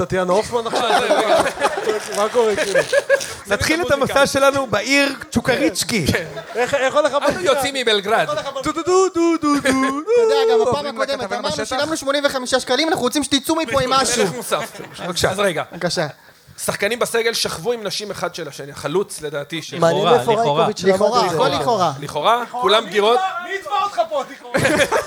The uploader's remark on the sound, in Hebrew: ערב הציון3 החי השני במונדיאל הישר מהבר גיורא בתל-אביב. הוקלט מול קהל חי בארבעה בדצמבר.